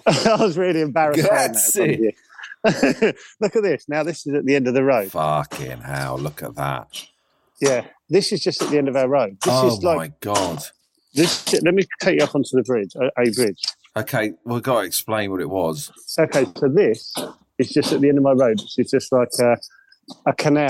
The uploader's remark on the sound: a tour on zoom